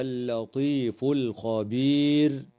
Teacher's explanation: يراعى ترقيق اللام في كلمتي اللطيف والخبير، وتنتهي الآية اتفاقا عند كلمة الخبير، والوقف عليها من قبيل الوقف التام مع وجوب تفخيم الراء حال الوقف على كلمة الخبير لسكونها بعد ياء ساكنة.